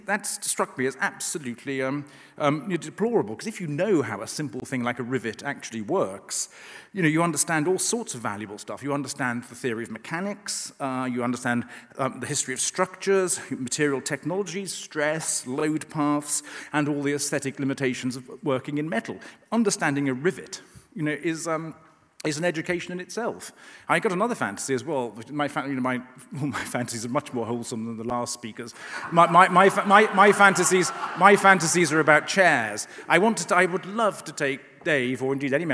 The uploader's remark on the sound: The inaugural If Conference, from debate forum Intelligence Squared, took place on November 25-26th November in London.